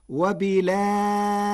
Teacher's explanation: بنقل حركة الهمزة إلى الساكن قبلها وحذفها، وتوسط البدل مع ترقيق الراء